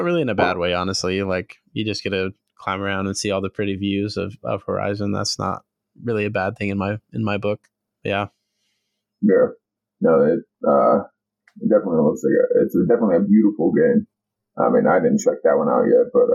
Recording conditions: poor sound quality